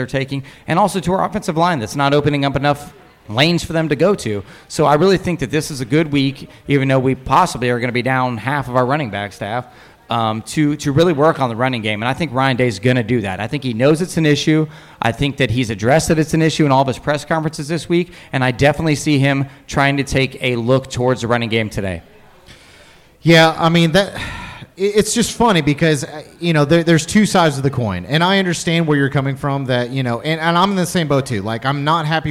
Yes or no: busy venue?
yes